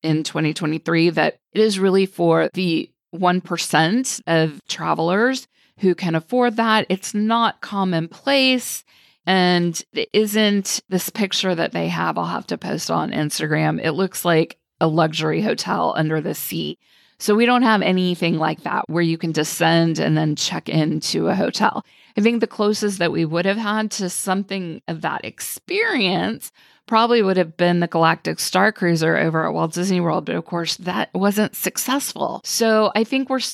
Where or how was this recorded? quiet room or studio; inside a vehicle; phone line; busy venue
quiet room or studio